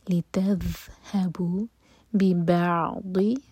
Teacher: یہاں پر ذال ہے، یہاں پر زا کا ساؤنڈ نہیں ہوگا. لِتَذْهَبُوا بِبَعْضِ، بہت ہیوی.